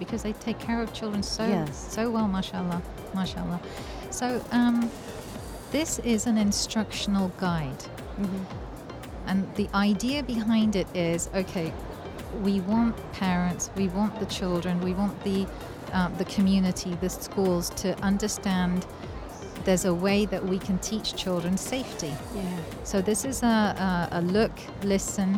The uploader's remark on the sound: Live from SIBF 2023